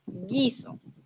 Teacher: es una palabra que no se pronuncia la U